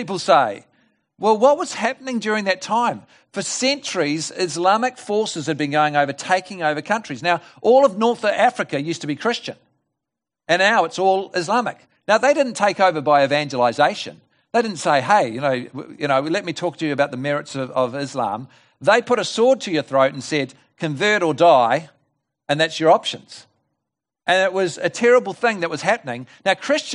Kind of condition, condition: setting, large echoing room